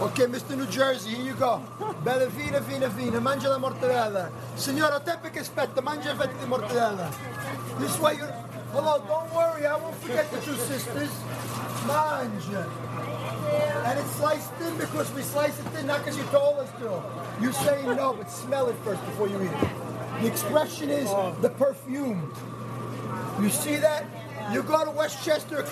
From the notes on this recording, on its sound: We visit Arthur Avenue, the Little Italy in the Bronx, NY. You will hear sounds from the main indoor marketplace on Arthur Avenue.